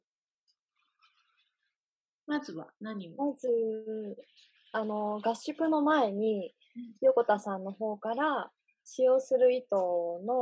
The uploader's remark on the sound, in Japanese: 初のリモート録音でお聞き苦しいところもあるかと思いますが